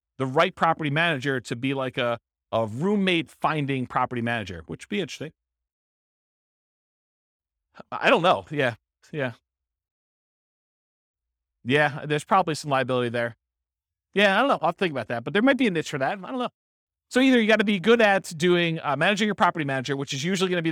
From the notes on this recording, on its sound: This was a live class recorded